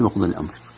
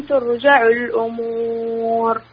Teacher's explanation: سكونان متتابعان، يعني الميم ساكنة والراء ساكنة، فبيحدث شيء من القلقلة